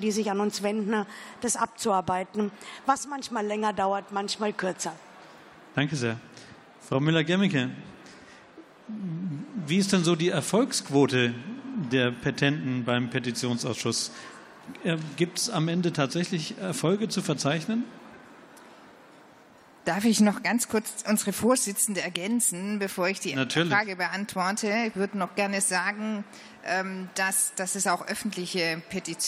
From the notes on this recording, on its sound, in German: Podiumsdiskussion des Petitionsausschusses